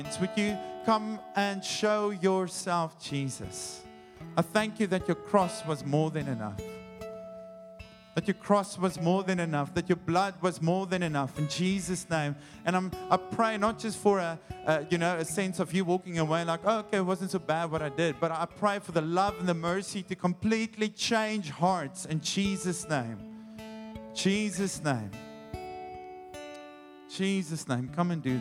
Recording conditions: large echoing room